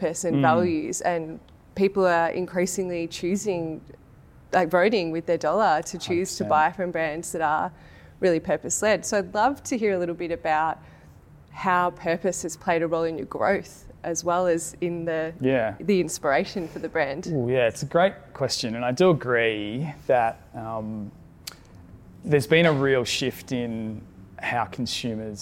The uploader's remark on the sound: Our first episode is a very special live recording from our February Good Mornings breakfast event for purpose-driven folks held at the Frankston Social Enterprise Hub.